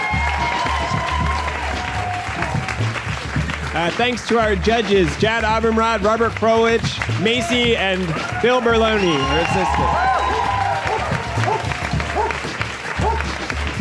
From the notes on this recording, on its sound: The last episode of G, our series on intelligence, was recorded as a live show back in May 2019 at the Greene Space in New York City.